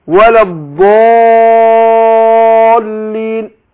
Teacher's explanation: فخمت الالف عشان الحرف اللي قبلها ايه مفخم